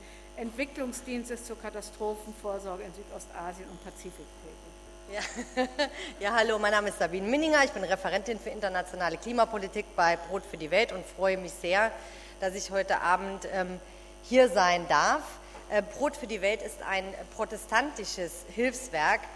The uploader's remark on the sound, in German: Zweites Panel der Konferenz «Auf der Flucht vor humanitären Krisen» vom 3.7.2015, Berlin.